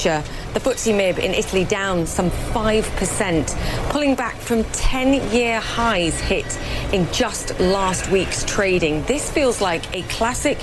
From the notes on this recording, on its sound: Live from the New York Stock Exchange.